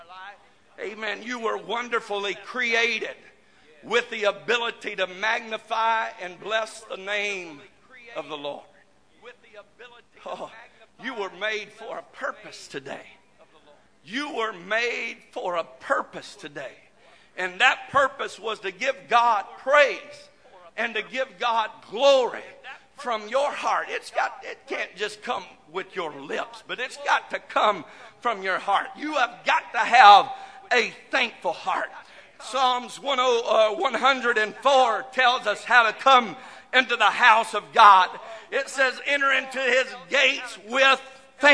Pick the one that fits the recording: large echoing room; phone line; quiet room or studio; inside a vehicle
large echoing room